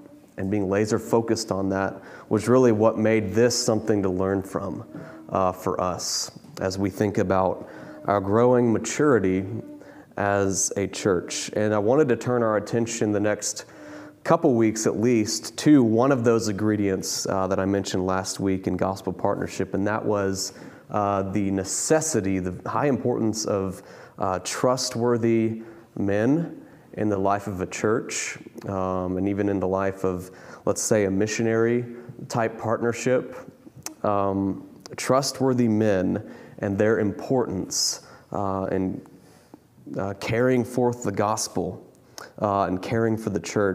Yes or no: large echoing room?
yes